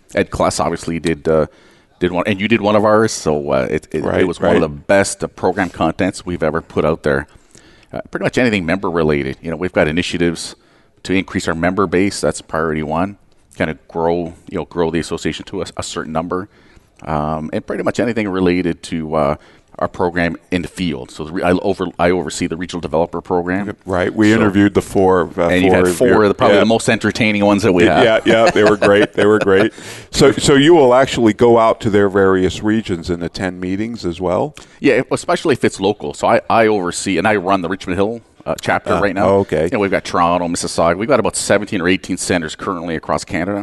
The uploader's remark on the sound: Live Broadcast at the The IPBC IGNITE Conference.